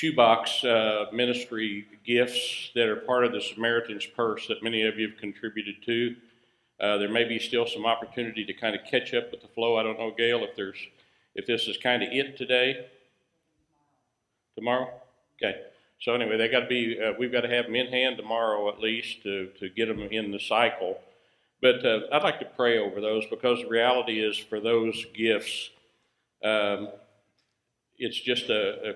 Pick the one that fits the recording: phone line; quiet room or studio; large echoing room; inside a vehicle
large echoing room